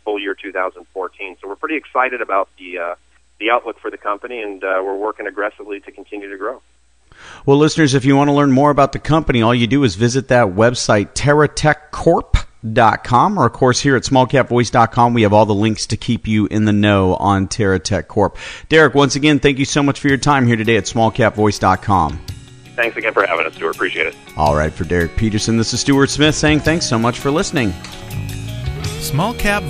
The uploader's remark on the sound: called into SmallCapVoice.